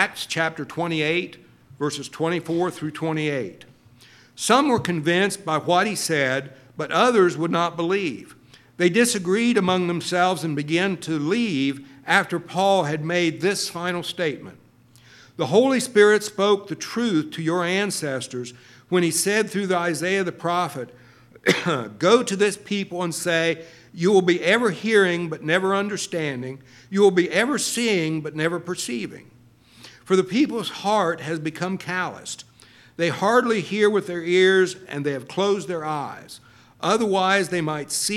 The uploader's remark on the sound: LIVE Services at Sunshine